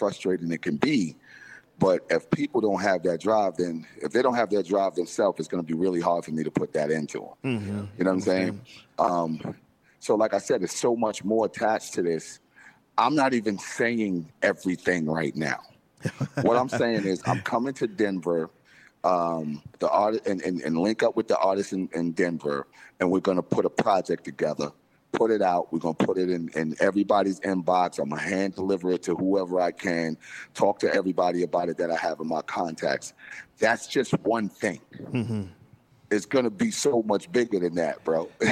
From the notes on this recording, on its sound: We are LIVE from Bar RED for this Episode of THROWBACK THURSDAYS!